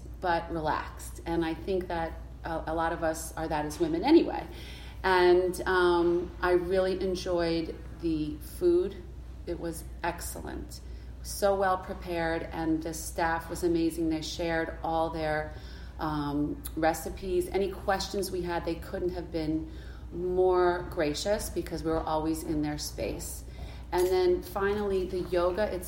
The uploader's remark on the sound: Live from the Intuitive Woman Yoga Retreat